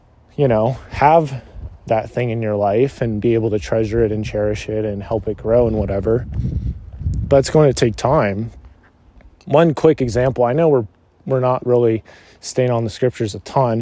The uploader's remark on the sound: This was recorded while on a walk through my parent's neighborhood. There may be the sounds of cars and driving and that is 100% intended haha.